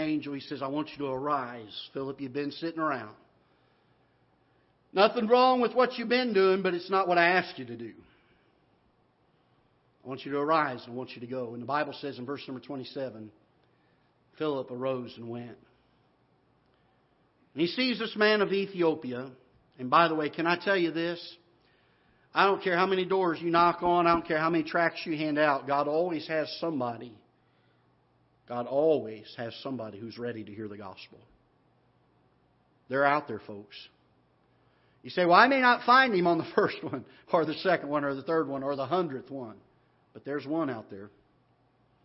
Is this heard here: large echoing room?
yes